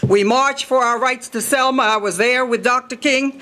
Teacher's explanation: her voice would build into the sing-song intonation of a preacher